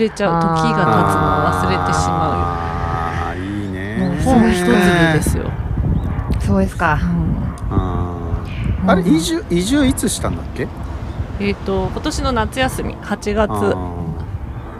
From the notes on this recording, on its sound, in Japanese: 海辺の野外収録